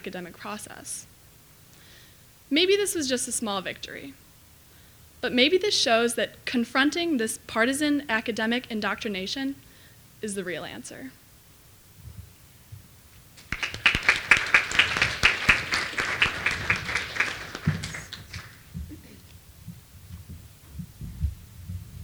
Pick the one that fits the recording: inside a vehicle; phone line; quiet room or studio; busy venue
busy venue